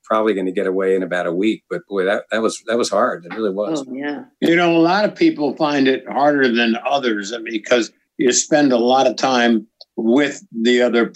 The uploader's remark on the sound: While quarantined on opposite coasts. We chatted with the bros via Zoom.